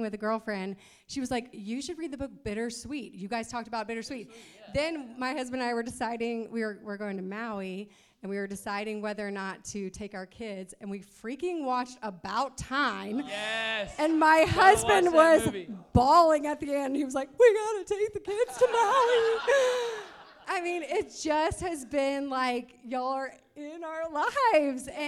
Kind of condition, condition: setting, live audience